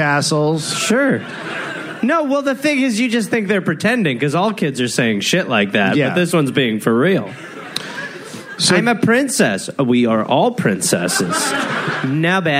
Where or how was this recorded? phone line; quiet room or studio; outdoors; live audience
live audience